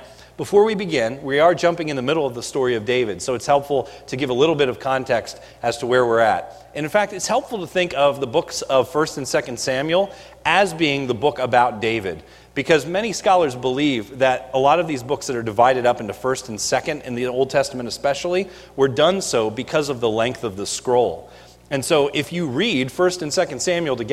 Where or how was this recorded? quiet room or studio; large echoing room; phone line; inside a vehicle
large echoing room